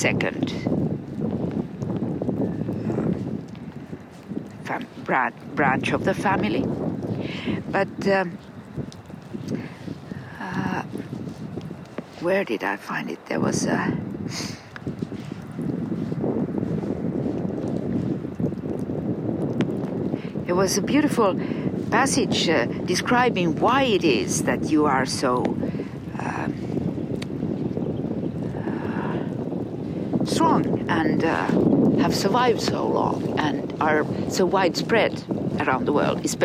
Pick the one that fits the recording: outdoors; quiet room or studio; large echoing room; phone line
outdoors